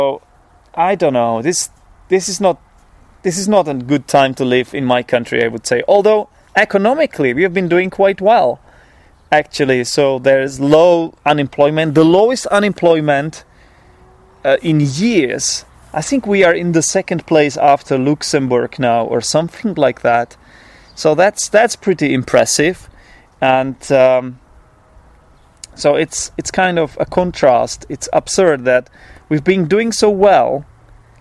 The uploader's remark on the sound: This episode was recorded outside in my garden. I also refrained from doing any post-recording editing, keeping in all hesitations, false starts, etc.